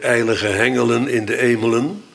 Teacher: eerst komt de lucht en dan pas worden de stembanden gespannen. Dus dan komt er een H voor.